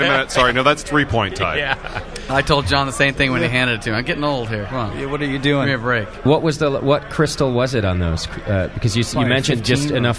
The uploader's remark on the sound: An episode broadcast live from the National Homebrew Competition!